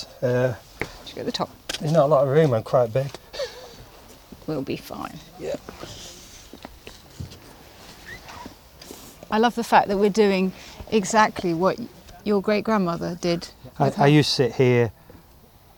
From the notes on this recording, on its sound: Quarry Bank, one of Britain's greatest industrial heritage sites. Amble around Quarry Bank's vast estate and immerse themselves in the sights and sounds his ancestors experienced. Stopping by key places along the way, including the cottage his 5 x great-grandparents lived.